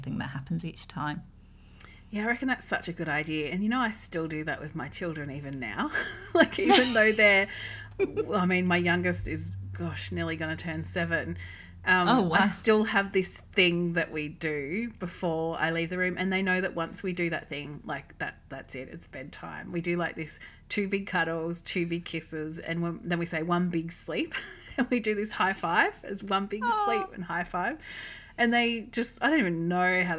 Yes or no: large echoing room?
no